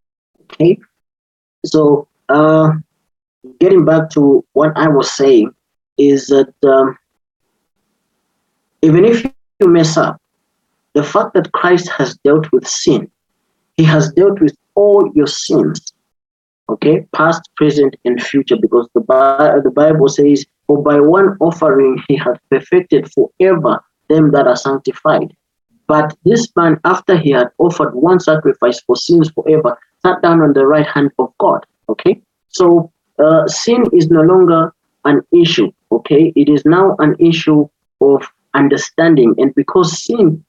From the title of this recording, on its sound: Youth zoom meeting